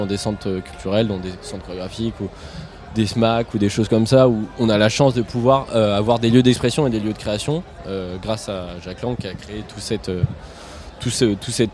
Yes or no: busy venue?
yes